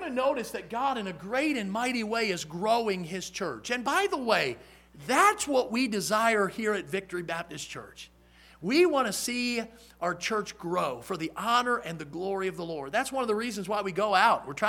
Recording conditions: large echoing room